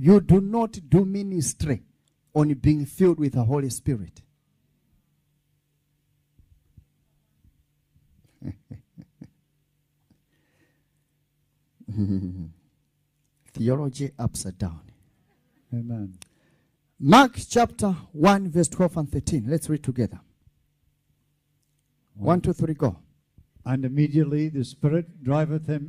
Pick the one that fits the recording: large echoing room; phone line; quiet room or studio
large echoing room